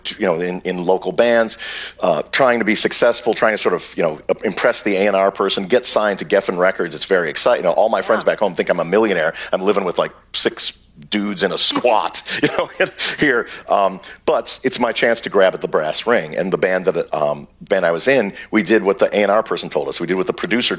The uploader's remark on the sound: Recorded March 2, 2023 at the Upfront Summit.